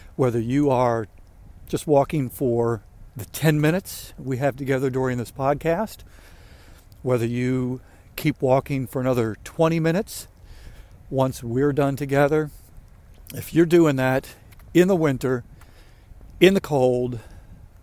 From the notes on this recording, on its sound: During today's ten-minute walk.